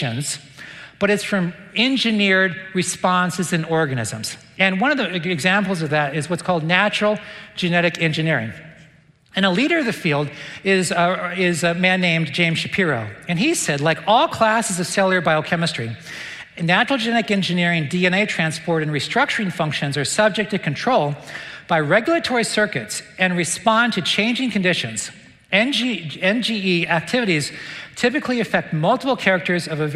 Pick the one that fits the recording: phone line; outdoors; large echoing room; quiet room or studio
large echoing room